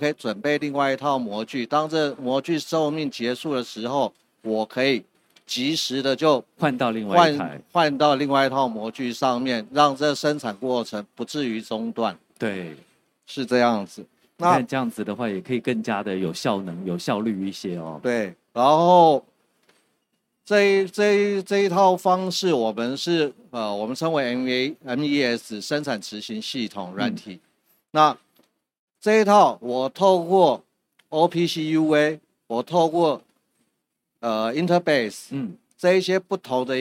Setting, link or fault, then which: setting, busy venue